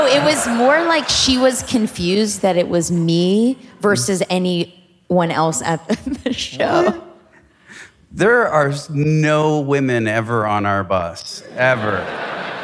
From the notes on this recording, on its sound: Catching this talk live last month. Sat down at the beautiful Murmrr Theater in Brooklyn. At Murmrr Theater, and at Hook and Fade Studios in Brooklyn.